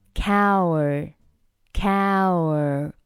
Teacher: 在美式发音下，元音 a 后面呢，还有一个卷舌 a。